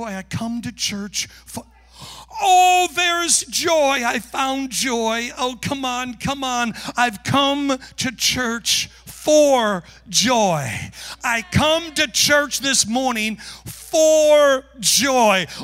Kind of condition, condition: setting, large echoing room